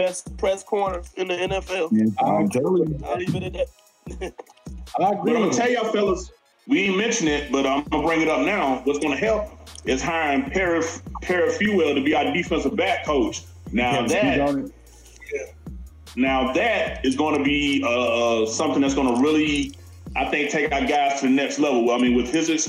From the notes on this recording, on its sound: Our sound quality isn't the greatest just yet.